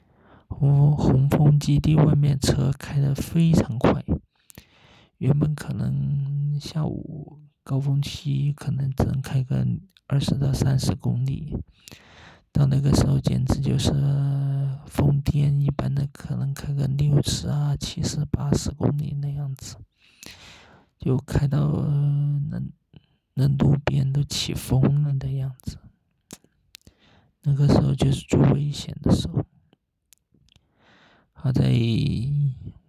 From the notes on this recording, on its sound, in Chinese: 深夜录制，声音不好，敬请见谅！